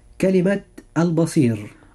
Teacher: الراء مرققة لأنها ساكنة وقبلها حرف لين وقبله مكسور